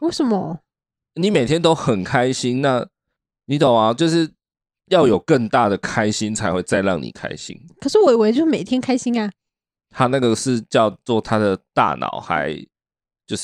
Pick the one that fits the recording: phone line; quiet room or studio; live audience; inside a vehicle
quiet room or studio